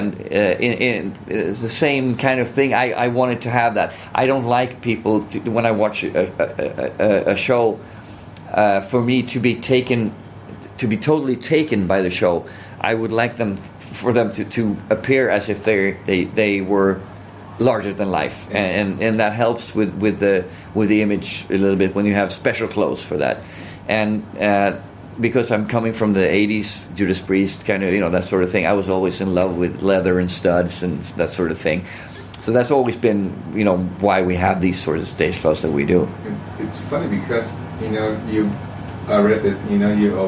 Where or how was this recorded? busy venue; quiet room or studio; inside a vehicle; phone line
busy venue